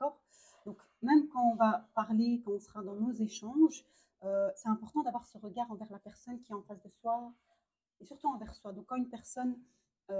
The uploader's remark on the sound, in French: Je m'excuse pour les bruits de fond et de micro.